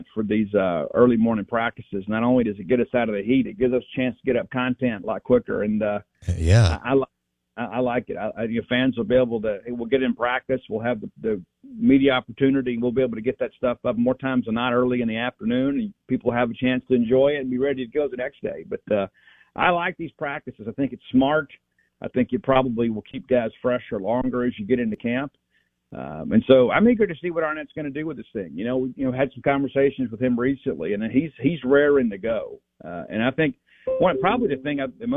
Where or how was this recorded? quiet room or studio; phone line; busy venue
phone line